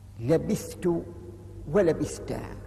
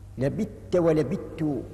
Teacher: والآخرون وهم أبو عمرو وابن عامر وحمزة والكسائي قرأوا لبت ولبت بإدغام الثاء في التاء، وذلك لتقاربهما في المخرج، لأنهم جميعا يخرجان من طرف اللسان وأصول الثنايا · Shown in: second take